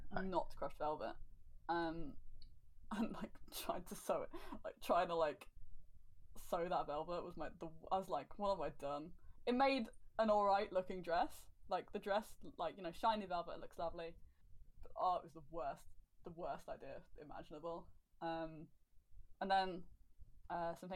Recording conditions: poor sound quality